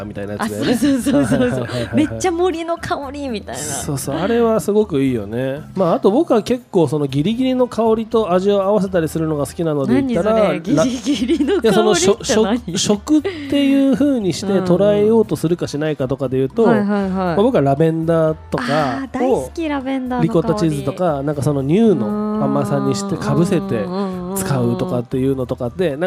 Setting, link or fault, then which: setting, busy venue